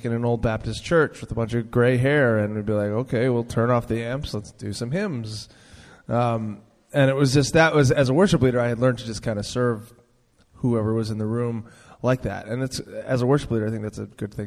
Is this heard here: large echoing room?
yes